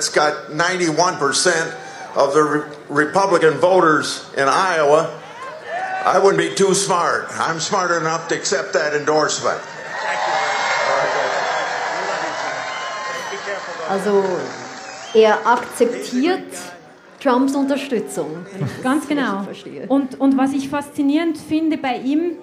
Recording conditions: live audience